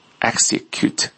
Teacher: execute,重音在第一个音上面